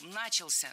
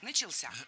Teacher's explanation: Правильный вариант – «начался», только так. Ударение в этом слове падает на возвратную часть «ся» · Shown in: second take